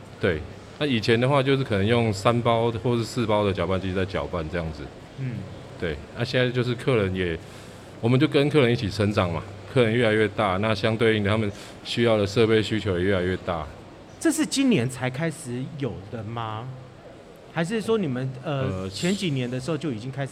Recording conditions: busy venue